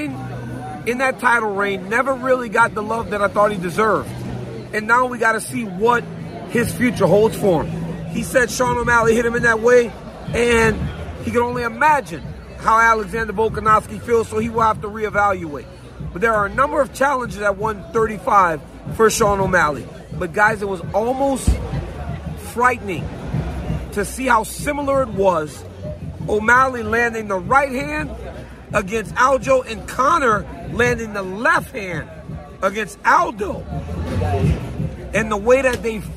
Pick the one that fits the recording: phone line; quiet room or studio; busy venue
busy venue